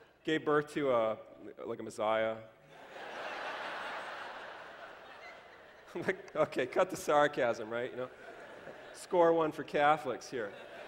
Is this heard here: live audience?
yes